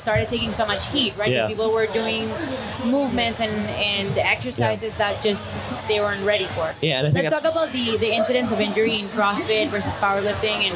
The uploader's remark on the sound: we recorded this one live at wodapalooza with the whole team